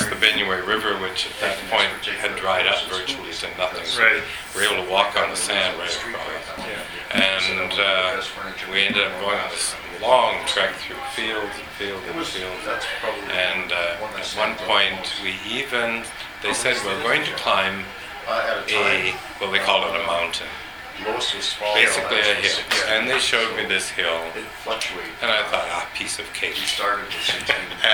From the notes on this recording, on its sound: At the 50th Anniversary event at UBC on December 4, 2010. This podcast was recorded during CUSO-VSO's 50th Anniversary Kick-off celebrations in Vancouver, BC.